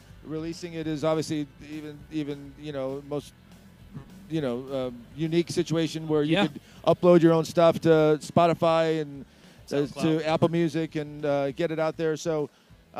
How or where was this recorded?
busy venue